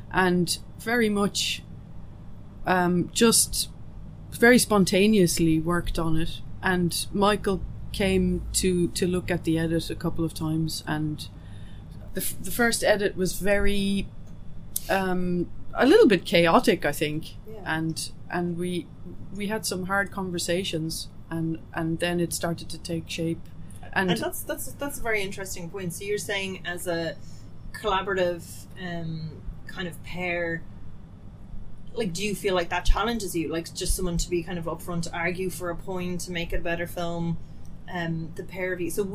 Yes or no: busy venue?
yes